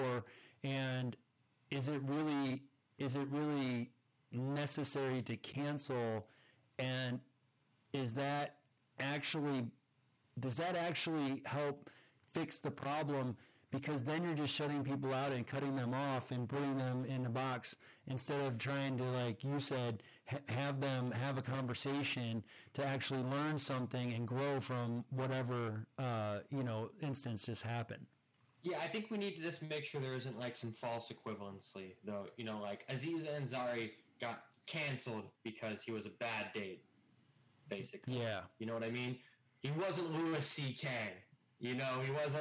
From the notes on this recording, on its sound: This week we had some technical difficulties which made the recording a bit distorted. We tried our best to clean up the audio in post-production, but issues still exist.